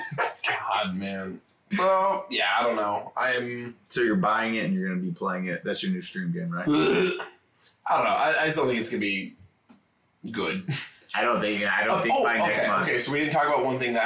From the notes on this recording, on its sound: BAD AUDIO. YES THE AUDIO IS BROKEN. A WINDOWS UPDATE BROKE OUR AUDIO.